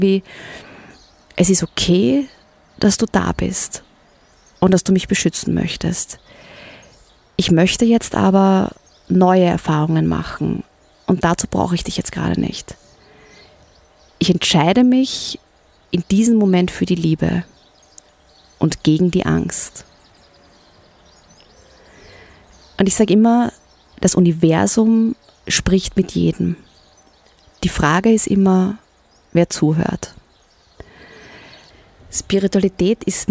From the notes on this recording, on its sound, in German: Aufgenommen im Sonnenuntergang mit Blick in die Wälder und auf den Großglockner.